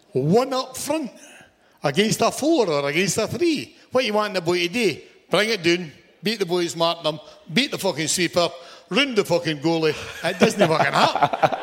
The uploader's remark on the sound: Recorded live at St Luke's in Glasgow.